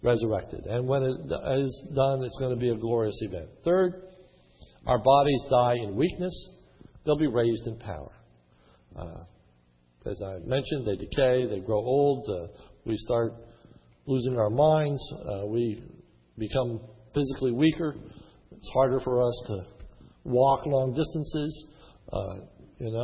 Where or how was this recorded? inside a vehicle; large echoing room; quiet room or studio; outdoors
large echoing room